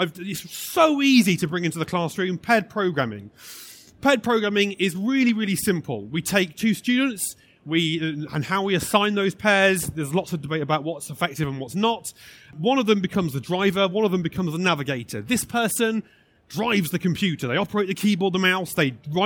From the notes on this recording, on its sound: This session was recorded live on 14th November 2019 in the Tech Theatre of the Schools & Academies Show at the NEC in Birmingham.